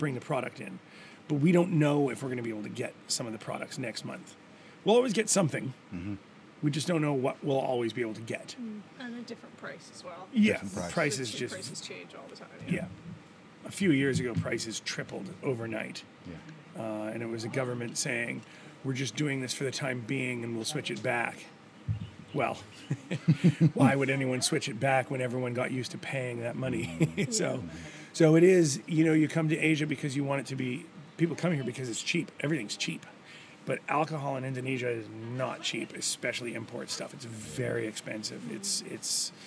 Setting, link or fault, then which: setting, busy venue